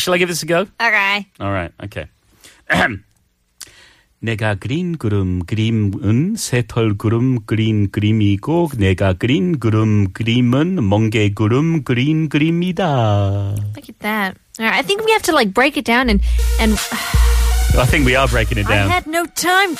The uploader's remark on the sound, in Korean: 청취자 전화연결